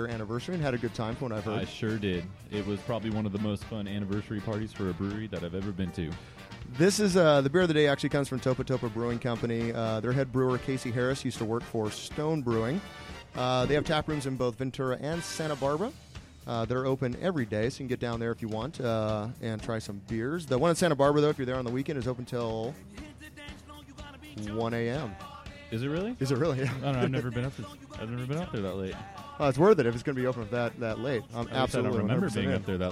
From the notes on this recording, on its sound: on location at the Mission Oaks Cafe